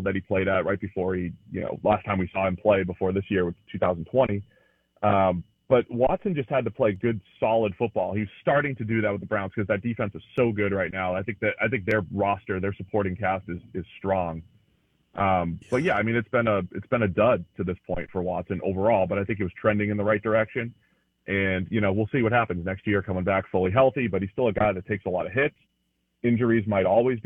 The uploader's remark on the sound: Joins the show on the Farm Bureau guest line talking about how the season is shaping up live in the BankPlus Studio.